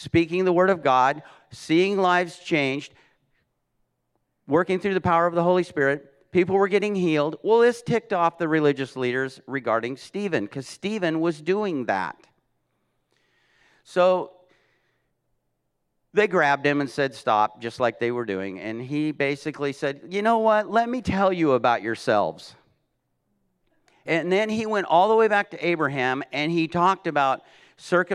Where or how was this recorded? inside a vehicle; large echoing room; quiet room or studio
large echoing room